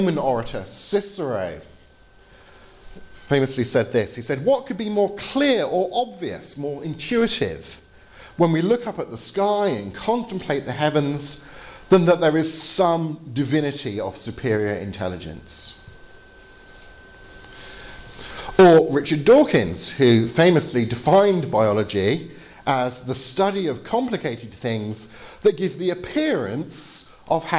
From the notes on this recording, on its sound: Lecture with Q&A (in English) at the Areopagus Centre in Timisoara, Romania, 20th November 2018